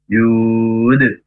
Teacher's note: Nah, ketika qalqalah pantulan atau huruf qalqalahnya itu tidak ada tasdidnya, maka harus memantul dengan cepat. Jud, tidak boleh jud, tidak boleh telat, ya, pantulannya.